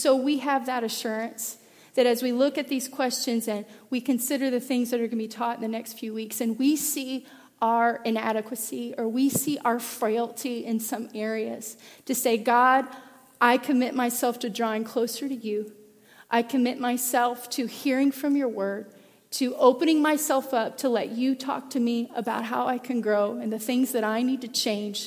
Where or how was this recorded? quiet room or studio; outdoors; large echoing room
large echoing room